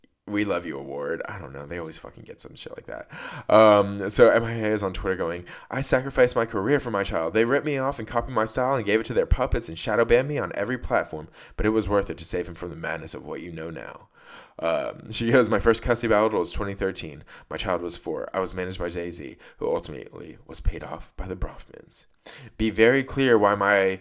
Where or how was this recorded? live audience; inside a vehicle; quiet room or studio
quiet room or studio